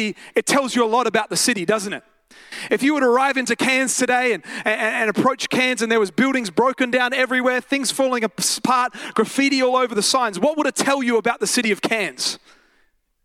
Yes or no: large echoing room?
yes